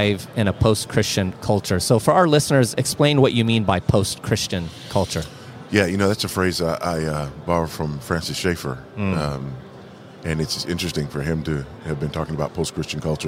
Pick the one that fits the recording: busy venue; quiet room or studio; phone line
busy venue